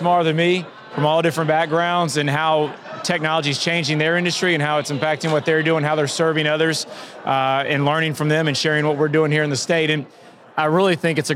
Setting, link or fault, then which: setting, busy venue